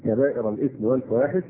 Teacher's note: بفتح الباء بعدها ألف فهمزة مكسورة قبل الراء على صيغة الزمان فقوله تعالى والذين يجتنبون كبائر الإثم والفواحش يعني